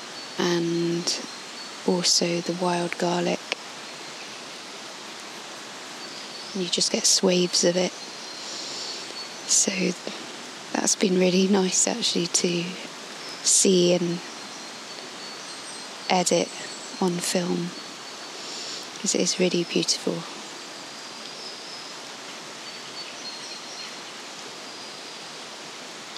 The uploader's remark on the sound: Today I drove across the Lizard peninsula to the Helford area, parked at Kestle Barton and made the muddy walk down to the woods just above Helford Village. Record the audio of the woodland sounds.